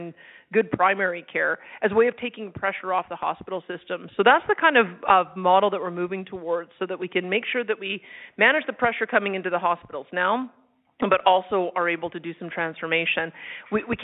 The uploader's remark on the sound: Held an interactive telephone town hall.